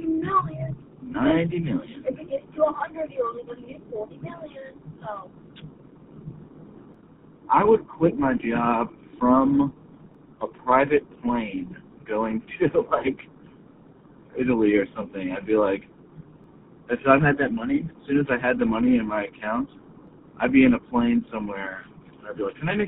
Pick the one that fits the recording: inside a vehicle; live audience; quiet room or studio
inside a vehicle